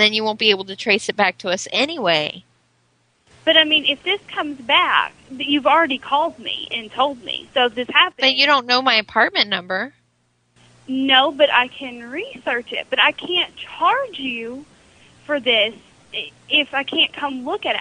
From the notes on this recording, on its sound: Prank Phone Calls